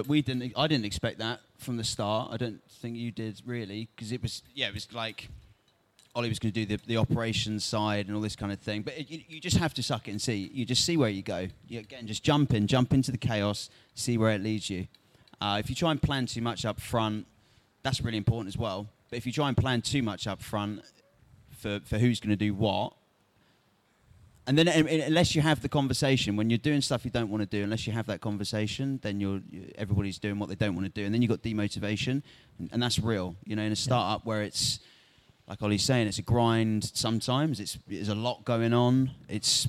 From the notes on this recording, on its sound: This talk was recorded at Summer Funday Sunday at by CHLOE. In the O2, Greenwich, London.